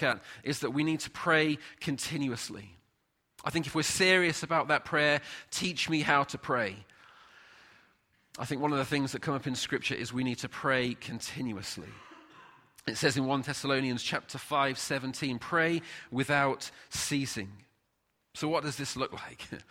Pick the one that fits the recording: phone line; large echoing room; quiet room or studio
large echoing room